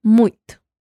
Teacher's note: Es como si pusiéramos una N después de la I